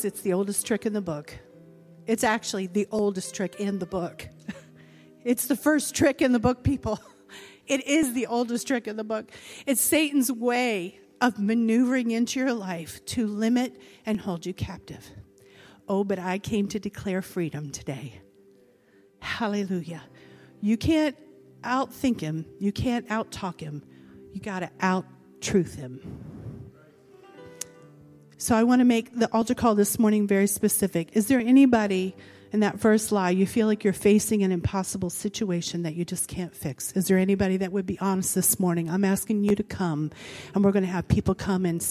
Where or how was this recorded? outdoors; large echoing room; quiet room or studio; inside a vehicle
large echoing room